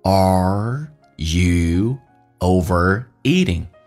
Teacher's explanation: are 这个发音，嘴巴打开，重度卷舌